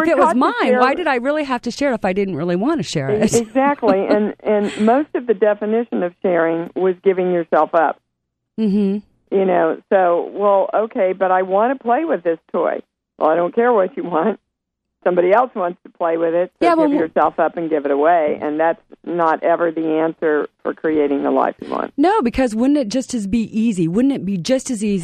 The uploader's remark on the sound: opening up the phone lines for you our listeners to call